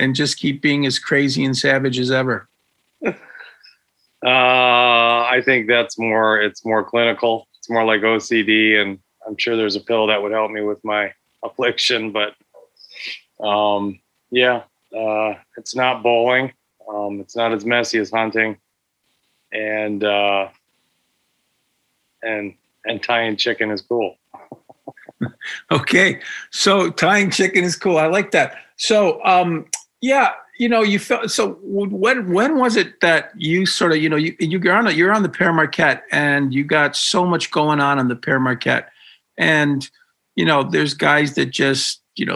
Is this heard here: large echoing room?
no